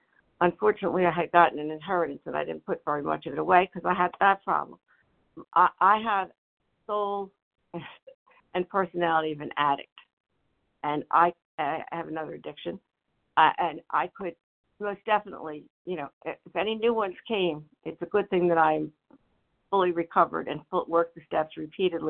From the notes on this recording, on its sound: 100 Pounders Phone Meeting